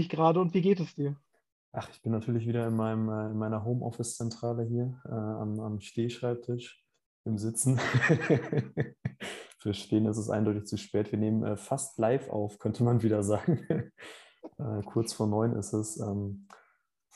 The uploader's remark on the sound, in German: Ein persönliches Treffen ist gerade arbeitsbedingt nicht möglich, sodass eine Zoomung aufgezeichnet wurde